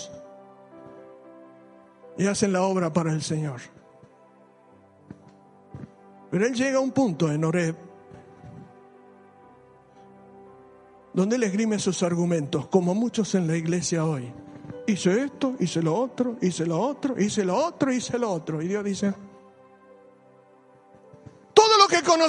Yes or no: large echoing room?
yes